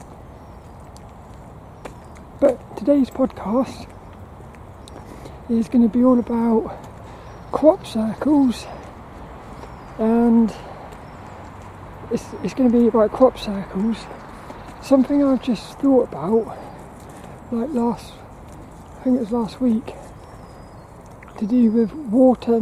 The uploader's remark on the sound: This 'About The Tings' episode is a Walk and Talk about Crop Circles.